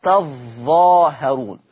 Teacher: أما ورش يشدد الظاء